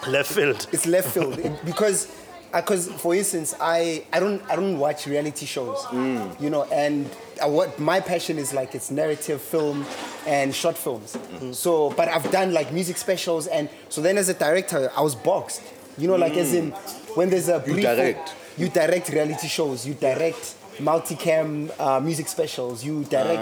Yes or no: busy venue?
yes